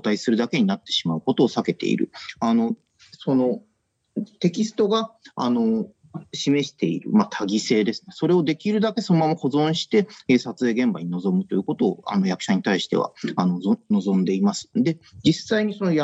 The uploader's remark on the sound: The conversation took place via Zoom.